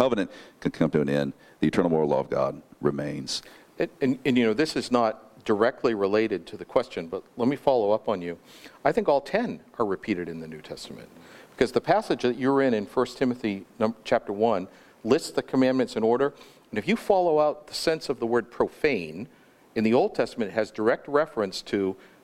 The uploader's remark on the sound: This panel discussion was held on December 6, 2019 at the Founders "The Law and The Gospel" national conference in Cape Coral, Florida.